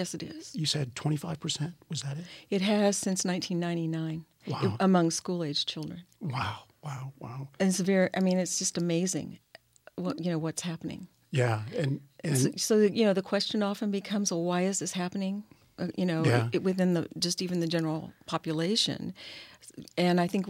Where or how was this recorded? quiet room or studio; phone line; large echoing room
quiet room or studio